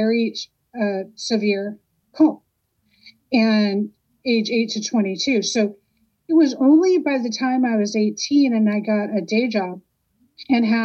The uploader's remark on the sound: Recorded Oct 2022 in a drop-in audio setting at Reddit.